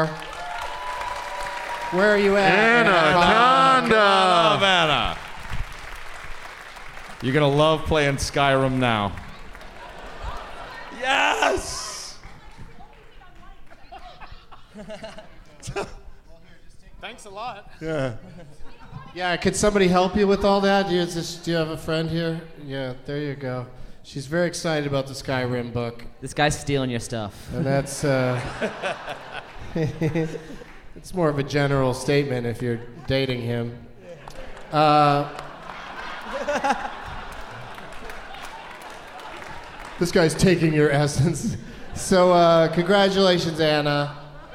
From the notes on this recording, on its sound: Live from the Variety Playhouse in Atlanta